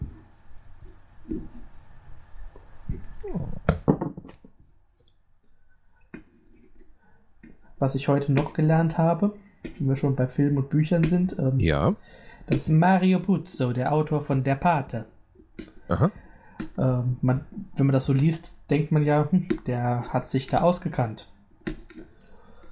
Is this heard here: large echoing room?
no